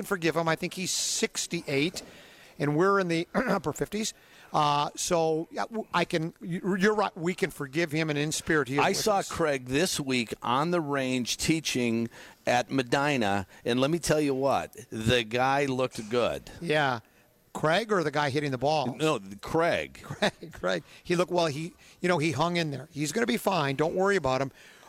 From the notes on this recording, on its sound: Live From PGA TOUR Superstore.